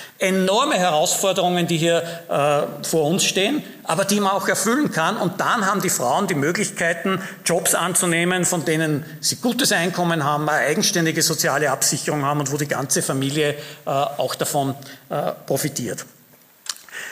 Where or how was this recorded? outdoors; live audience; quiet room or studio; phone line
live audience